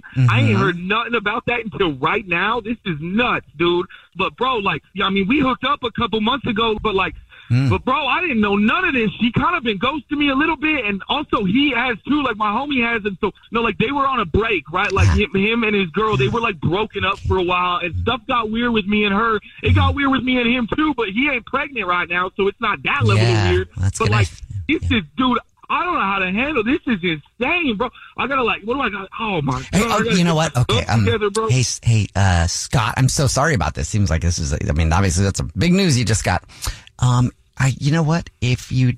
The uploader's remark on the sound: Phone Pranks